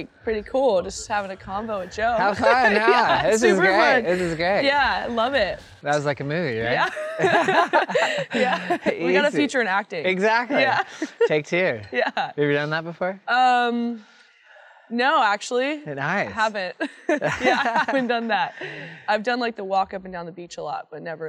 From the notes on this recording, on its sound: This episode was recorded live at the 2023 Corona Open J-Bay.